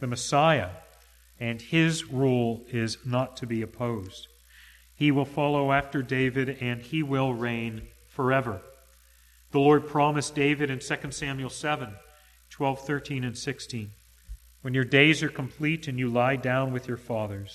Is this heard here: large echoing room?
yes